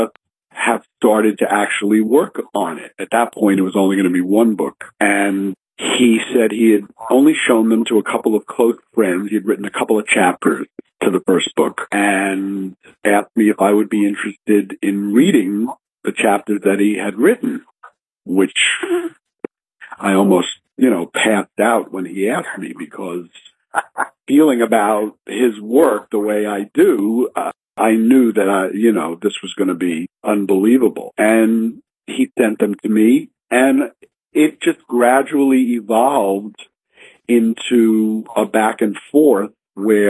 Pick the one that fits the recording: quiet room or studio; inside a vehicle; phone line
phone line